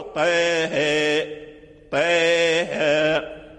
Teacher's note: أمال الطاء من طه، وأمال كذلك الهاء، فقرأوا إمالة كبرى